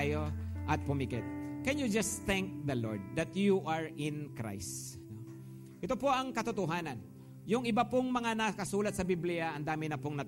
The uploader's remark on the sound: Preached last August 20, 2023 at Grace Testament Church's 5pm service.